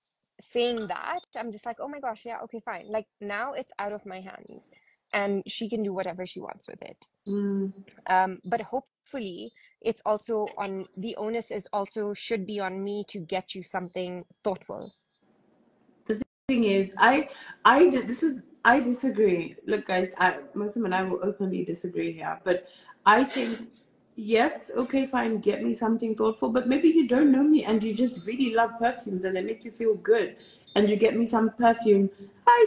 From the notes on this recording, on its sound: Today's episode is an Instagram Live